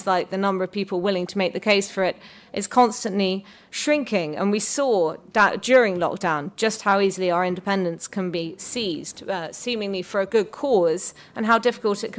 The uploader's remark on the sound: This is an audio version of the panel held by the Institute of Economic Affairs at Conservative Party Conference in 2023